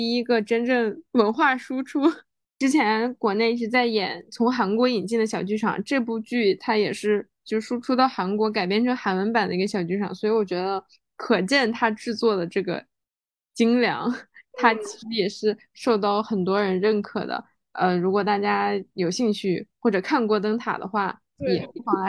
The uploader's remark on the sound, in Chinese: 这期依然是远程飞书录制